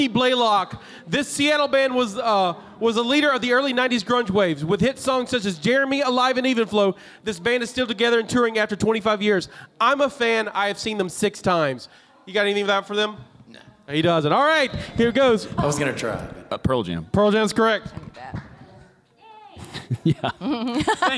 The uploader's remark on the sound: LIVE from PENSACON!